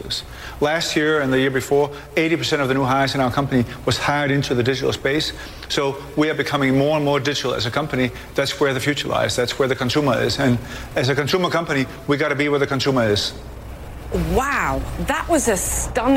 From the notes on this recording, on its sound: live from the New York Stock Exchange